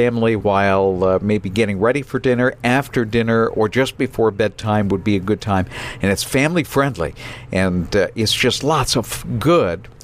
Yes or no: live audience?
no